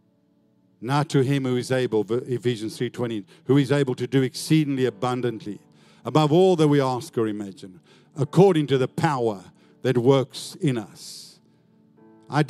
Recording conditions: large echoing room